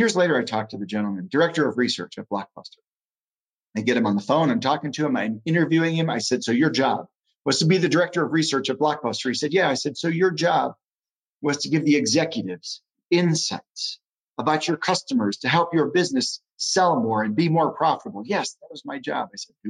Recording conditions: video call